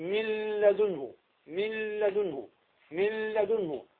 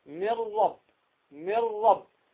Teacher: اللام والراء من أحرف ماذا؟ الإدغام، ولكن إدغام بغير غنة